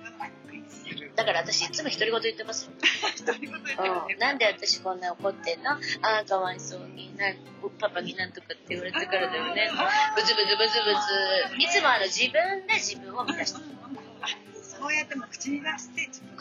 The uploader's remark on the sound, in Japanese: この回はレストラン収録により、音声が聞きづらい部分があります。